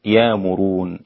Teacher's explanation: أبدل الهمزة في يأمرون ألفا · Term: الإبدال